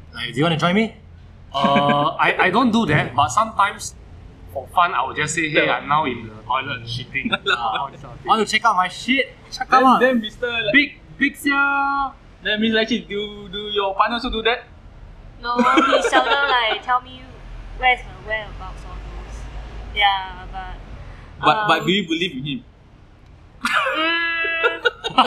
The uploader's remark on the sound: This is our first doing podcast episode with 2 guest outdoors, so sorry for the background noise.